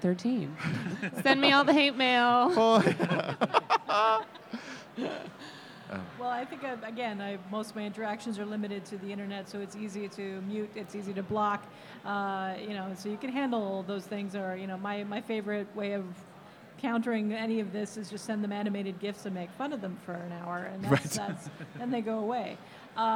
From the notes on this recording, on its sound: Live at Fan Expo. In this live episode at the Vancouver Fan Expo.